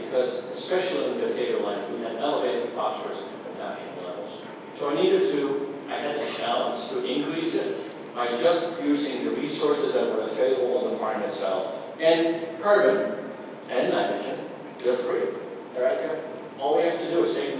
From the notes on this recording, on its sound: keynote address for the Organic Association of Kentucky conference in Louisville on March 7, 2020